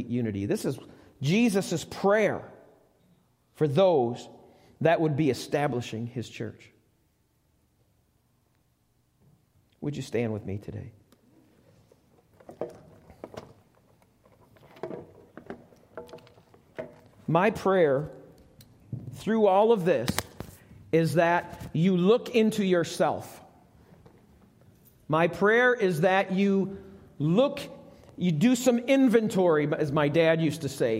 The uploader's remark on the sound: Welcome to the Lighthouse - Alabama Full Gospel Fellowship. This message was recorded live at the Lighthouse.